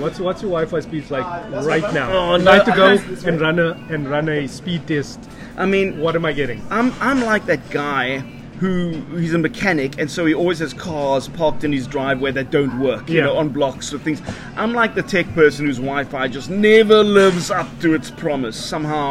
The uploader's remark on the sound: Recorded at Cincinnati Spur, Howard Centre, Pinelands. Recorded on iPad Mini 5 + Boya shotgun mic.